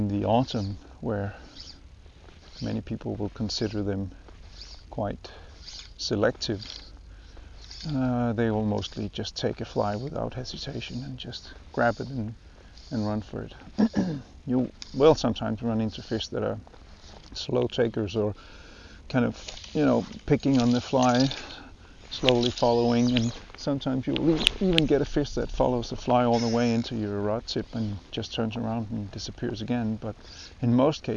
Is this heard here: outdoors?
yes